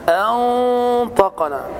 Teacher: في كلمة أنطقنا عندك الهمزة مرققة، فالخطأ أن تقول قالوا الهمزة مرققة، أنطقنا، هنا إخفاء حقيقي لوقوع الطاء بعد النون الساكنة، وهي من حروف الإخفاء، من حروف صف ذا ثنى، فالقاعدة هنا هي الإخفاء.